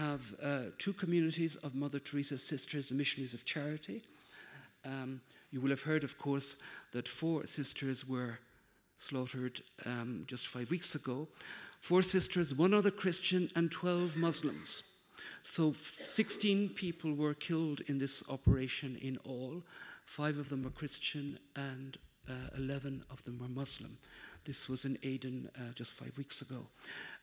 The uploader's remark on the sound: Conference given on April, 13th at Casa Árabe in Madrid